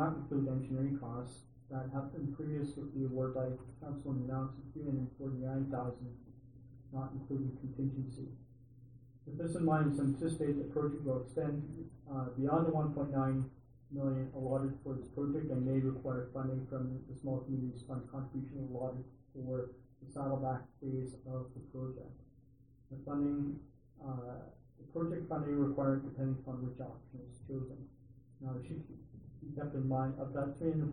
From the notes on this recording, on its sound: Regular Council Meeting. Audio recording of the November 14, 2016 Regular Meeting of Peace River's Town Council.